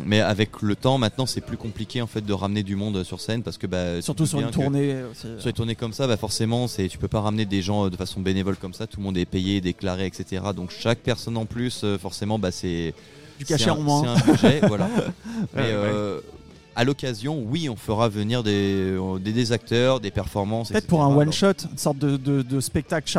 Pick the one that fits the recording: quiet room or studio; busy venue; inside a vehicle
busy venue